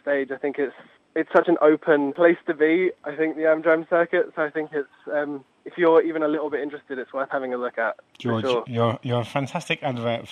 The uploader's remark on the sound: is joined on the phone